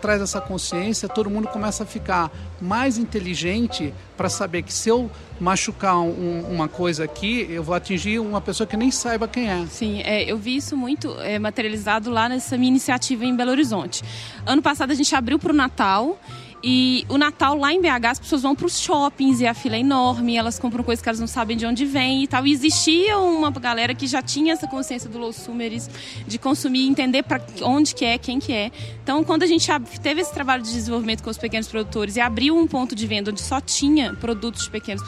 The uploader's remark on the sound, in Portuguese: Gravado no Festival Path com apoio da cerveja Sol.